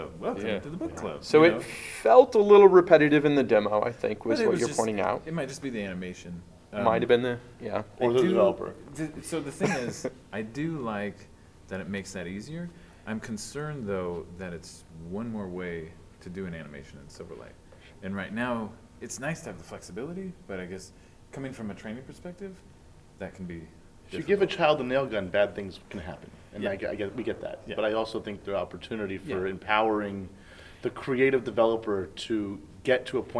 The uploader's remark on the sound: At the Silverlight 5 Firestarter, we were able to record a spectacular show with some Silverlight luminaries.